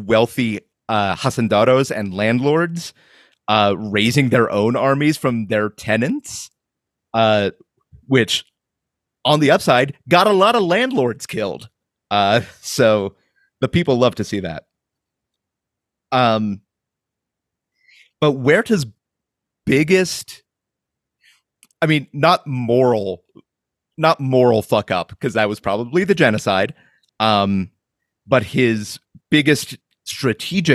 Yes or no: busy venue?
no